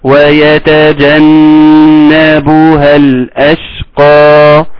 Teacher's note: ويتجنبها نون مشددة تغن بمقدار حركتين